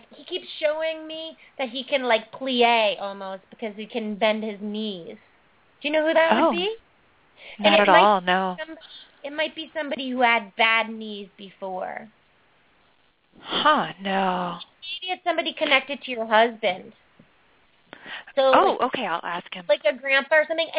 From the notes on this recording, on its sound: Takes Lots of Callers On This Great Show